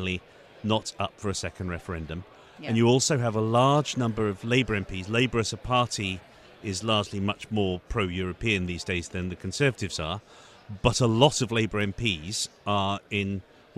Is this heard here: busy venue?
yes